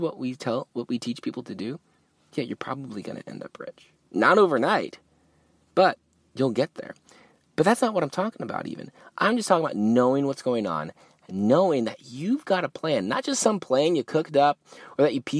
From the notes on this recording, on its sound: Yes, I Recorded This One in the Car. I couldn’t wait to go home and record in the studio, I had to record this and get it to you!